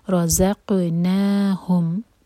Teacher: را ہیوی ہے اور زا لائٹ، تو را کو منہ بھر کر پڑھیں گے اور زا کو نہیں، رزق زق نہیں ہوگا، رزق نہیں ہوگا، رزق ہوگا، اور